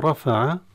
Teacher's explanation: رفع الراء المفتوحة تفخم دائما